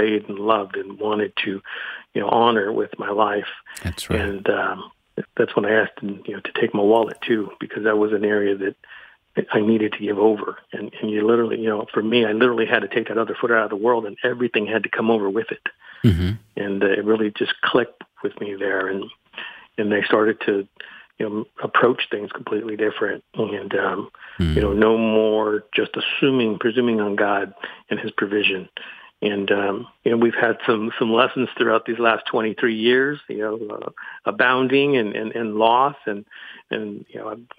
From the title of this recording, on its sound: Today's Phone Guest